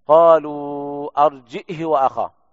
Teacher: بالهمزة مع إسكانها وكسر الهاء بدون صلتها